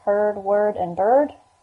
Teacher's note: What sound is in the middle of the words heard, word, and bird? We call it schwa plus r.